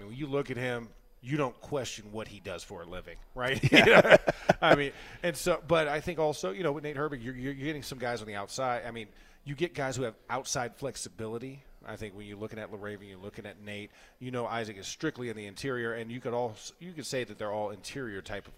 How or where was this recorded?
busy venue